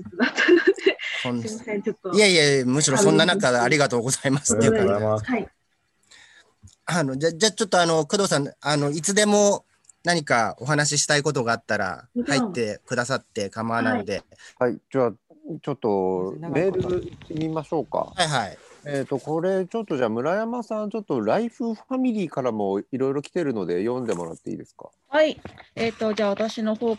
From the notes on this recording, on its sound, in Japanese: 生放送後のZOOM収録のため音質は良くない部分があります。